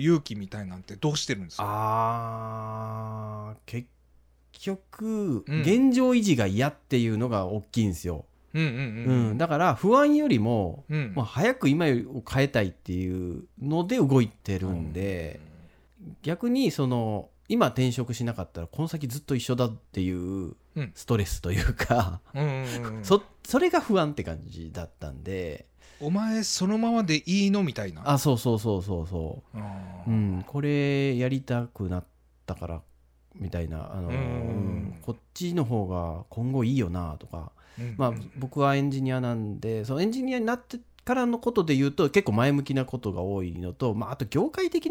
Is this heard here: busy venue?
no